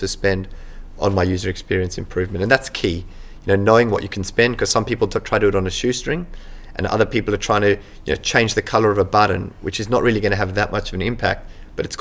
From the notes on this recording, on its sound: Recorded at Online Retailer 2017 in Sydney.